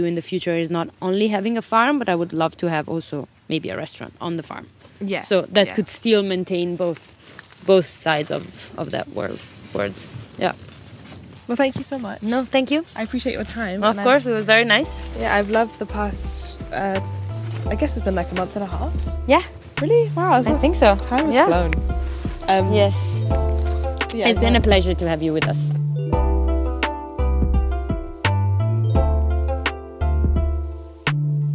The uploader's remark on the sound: This weeks episode was recorded on the outskirts of Copenhagen at a small-scale regenerative farm called the Farm of Ideas.